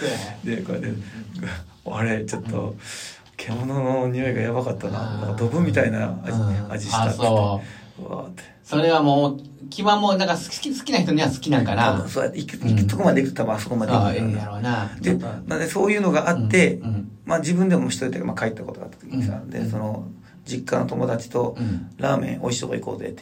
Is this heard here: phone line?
no